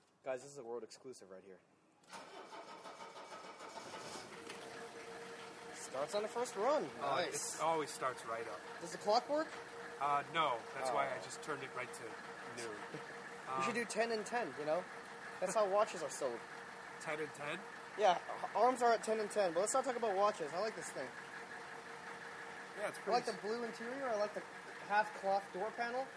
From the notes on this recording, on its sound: Since we're recording from my back yard, you can hear the delightful ocean breeze, random kids shouting in the background